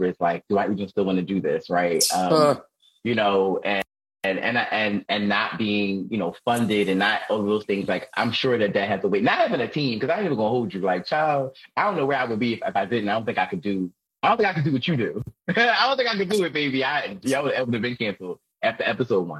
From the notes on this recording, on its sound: Instagram Live audio